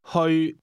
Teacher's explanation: The Cantonese word to go is pronounced with a mid-level tone.